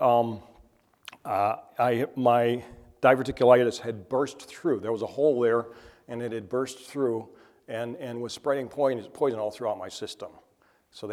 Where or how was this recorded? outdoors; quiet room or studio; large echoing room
large echoing room